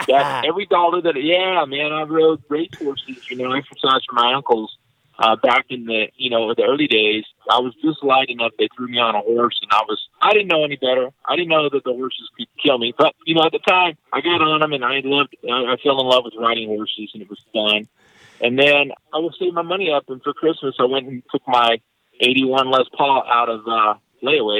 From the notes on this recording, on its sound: picks up the phone and calls his good friend